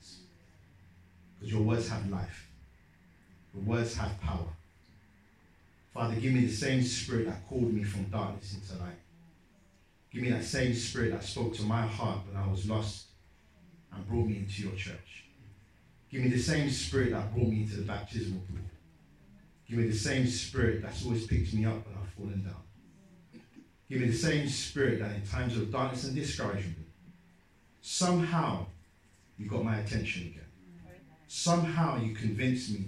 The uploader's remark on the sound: Sermon preached at Great Brikklin Street, SDA Church on January 19th 2019.